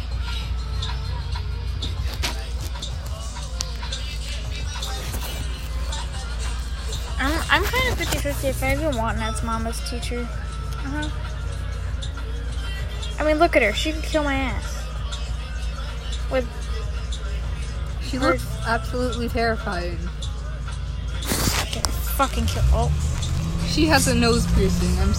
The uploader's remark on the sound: Recorded on a bus.